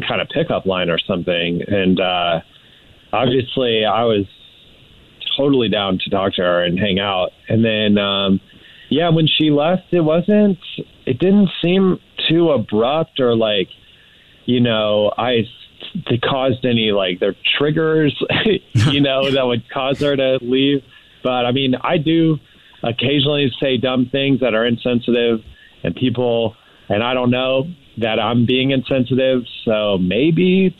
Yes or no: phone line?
yes